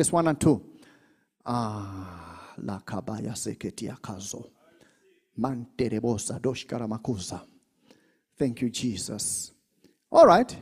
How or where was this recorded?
large echoing room